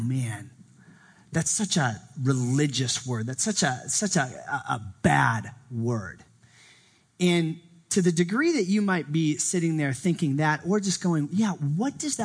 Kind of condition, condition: setting, live audience